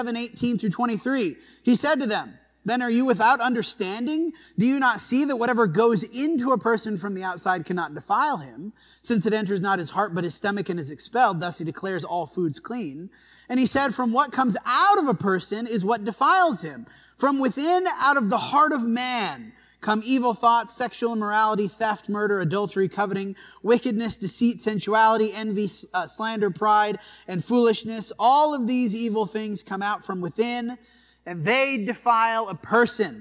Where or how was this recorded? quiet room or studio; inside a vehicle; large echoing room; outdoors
large echoing room